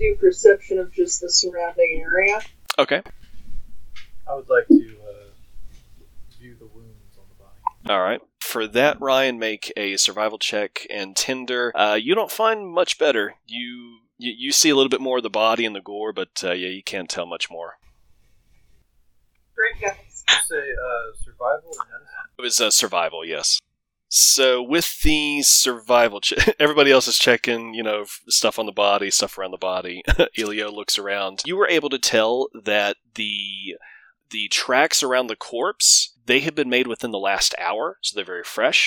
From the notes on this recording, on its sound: The audio in the premiere episode is bad quality